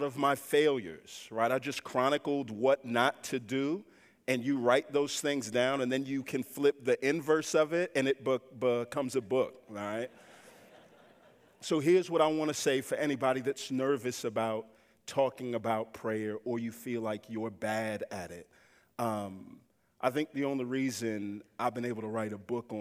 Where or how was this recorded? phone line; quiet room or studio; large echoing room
large echoing room